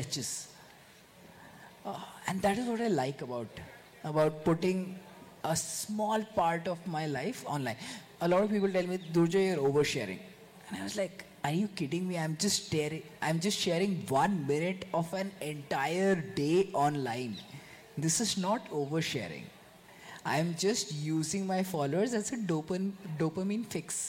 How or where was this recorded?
live audience